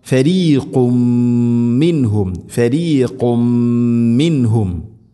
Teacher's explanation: നബദഹു, നബസഹു അല്ല, നബദ, നബദഹു ഫരീഖം, ഫരീഖും മിൻഹും, നബദഹു ഫരീഖുൻ, ഖുൻ തൻവീൻ, ശേഷം മീം, തൻവീനിനെ മീമിലേക്ക് ഇദ്ഗാം ചെയ്യണം, മണിച്ചുകൊണ്ട് ഉച്ചരിക്കണം